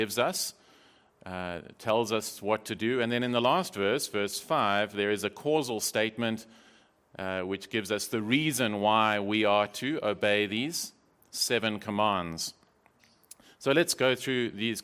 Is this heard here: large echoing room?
yes